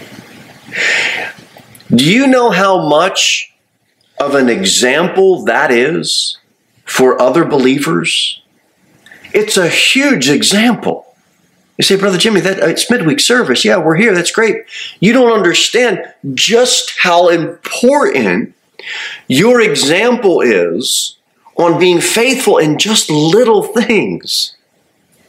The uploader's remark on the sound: Sermon delivered at Pilgrim Baptist Church on Thursday, December 14, 2023, at 6-15 pm. Jere Whitson Rd. Cookeville, TN 38501.